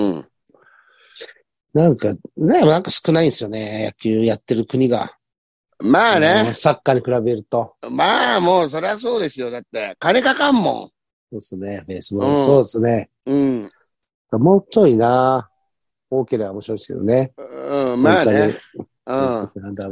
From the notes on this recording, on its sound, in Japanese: ZOOMで収録